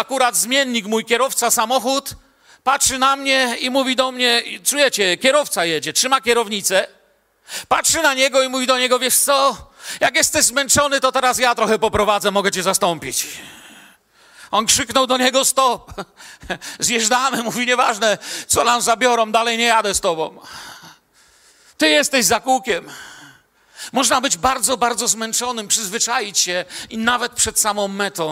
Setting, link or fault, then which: setting, large echoing room